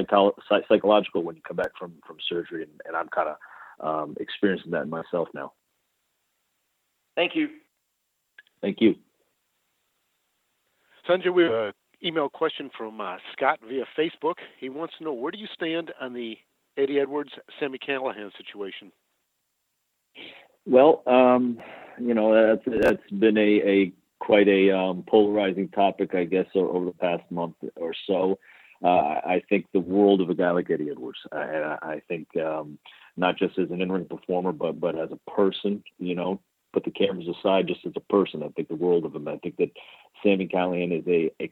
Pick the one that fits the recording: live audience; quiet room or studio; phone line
phone line